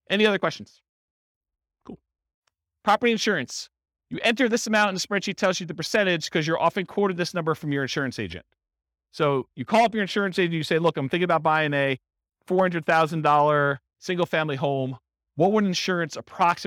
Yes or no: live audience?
yes